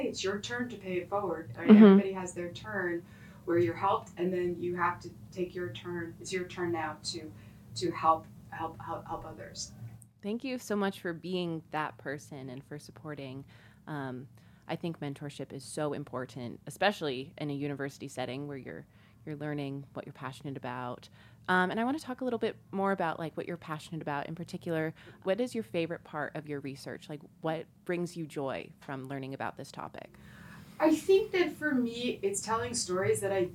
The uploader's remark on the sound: There were some complications with the audio equipment when recording this episode so I apologize for the not-so-great quality of the audio.